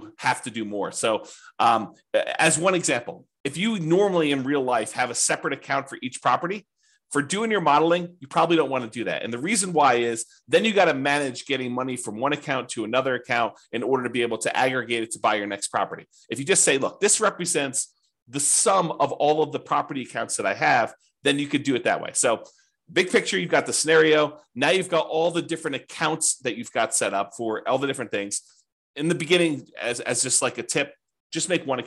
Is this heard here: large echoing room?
no